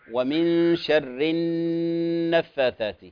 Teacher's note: كلمة النفاثات نون غنة حركتين